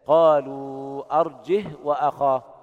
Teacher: بدون همز وإسكان الهاء